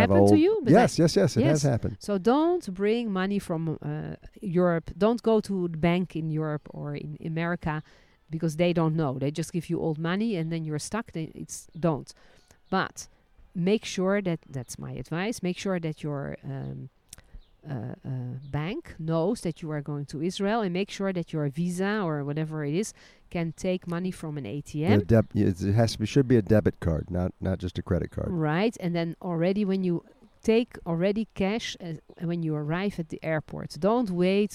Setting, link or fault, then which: setting, outdoors